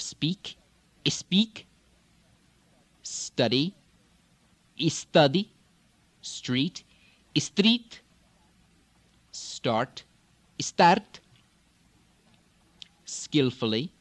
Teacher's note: In the Farsi, many words beginning with S, especially SP, ST, SK, like in Spanish, will take the E